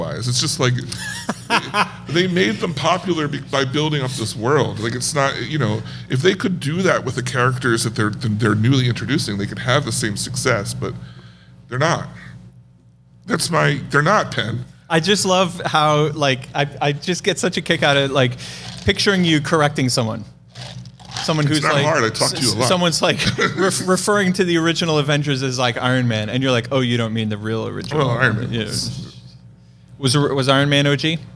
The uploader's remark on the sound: Live From The Red Rose Film Festival. Recording live at the Zoetropolis Cinema Stillhouse.